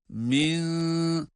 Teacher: bu ihfanın sesidir. Nun'un gizli olarak okunması sesidir.